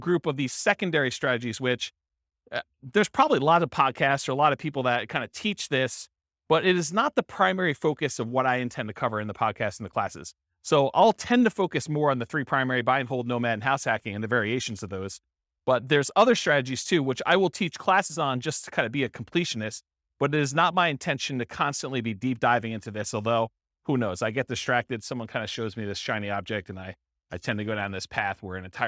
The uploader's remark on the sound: This was a live class recorded